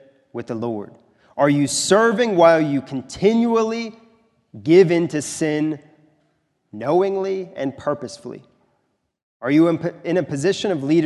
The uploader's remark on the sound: This is a sermon recorded at the Lebanon Bible Fellowship Church in Lebanon, PA during the evening worship service on 2/25/2024